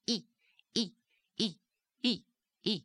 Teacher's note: Now, both of these in Italian sound more like the E, but it is an E with a sharp staccato sound and Italian resonance